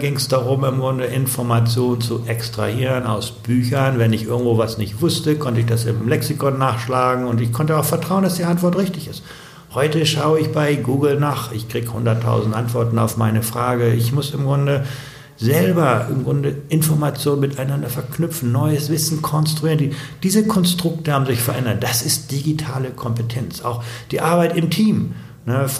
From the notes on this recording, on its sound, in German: auf dessen Konferenz wir das Interview aufgezeichnet haben